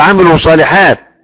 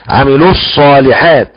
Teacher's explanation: امنوا وعملوا، عملوا فيها مد طبيعي، لكن عملوا الصالحات تحذف الواو، يحذف المد بتاع اللام، عملوا الصالحات، ولا اقول عملوا صالحات هذا خطا، عملوا الصالحات. فشدد الصاد، لان بعدم تشديد الصاد يبقى اسقطت الالف واللام · Shown in: second take